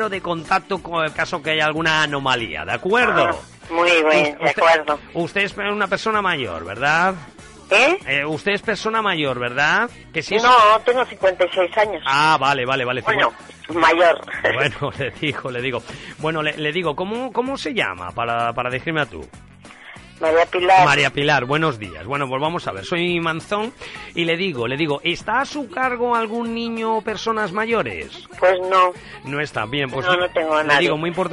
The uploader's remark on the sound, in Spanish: Bromas telefónicas en directo.